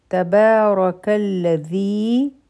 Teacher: ذي حرف مد دي دو حركة